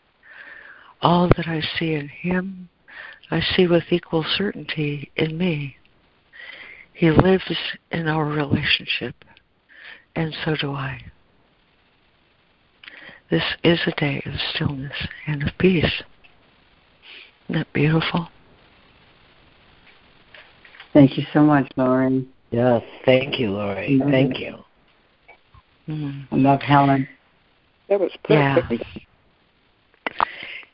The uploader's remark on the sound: ACIM Daily Conference Call